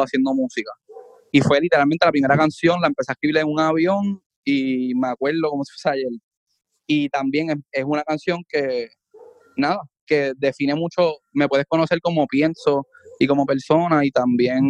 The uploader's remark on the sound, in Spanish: hablamos vía Zoom